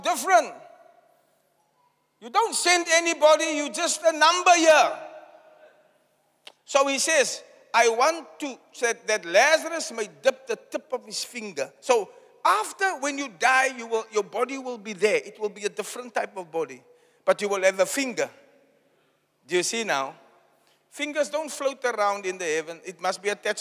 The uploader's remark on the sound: Preached at Zion Sanctuary, Cape Town on the 02 July 2023